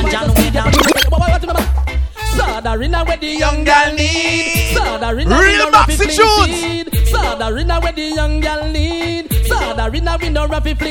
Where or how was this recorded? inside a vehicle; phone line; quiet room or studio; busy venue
busy venue